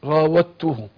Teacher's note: يبقى ادغمنا الدال في التاء · Term: ادغام متجانسين